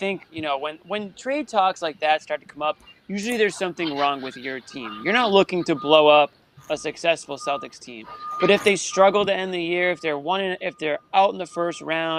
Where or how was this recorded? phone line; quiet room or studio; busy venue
busy venue